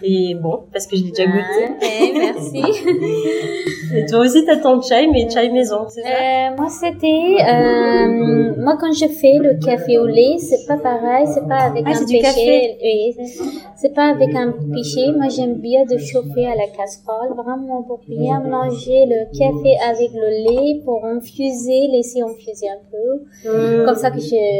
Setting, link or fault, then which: fault, background noise